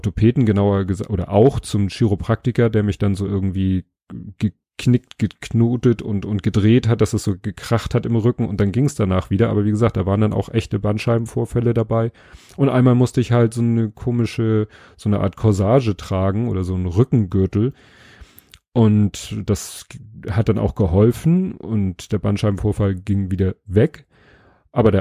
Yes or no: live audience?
no